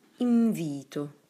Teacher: The M that assimilates to the F and V position, with a lower lip touching the upper teeth.